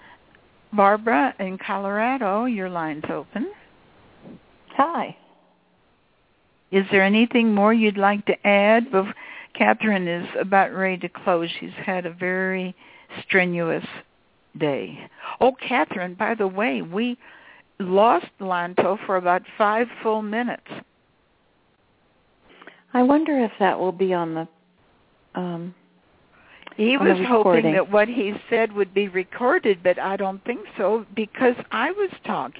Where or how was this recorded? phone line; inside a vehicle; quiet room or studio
phone line